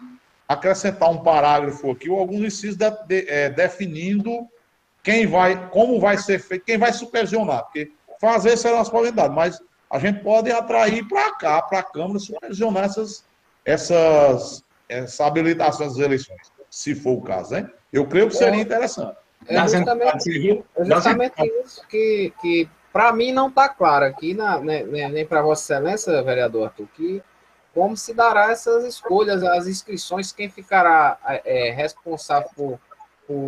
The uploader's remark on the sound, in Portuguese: Audiência Pública Virtual. As Sessões da Câmara Municipal de São Bento Paraíba.